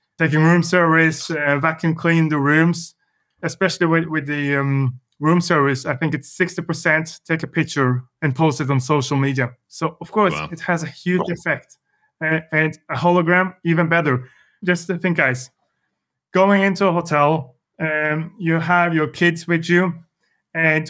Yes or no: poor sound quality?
no